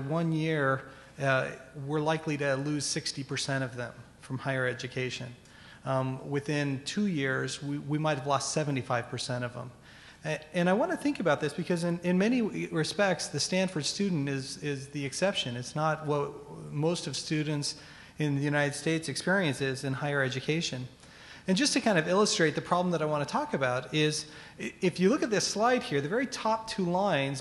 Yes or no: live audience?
yes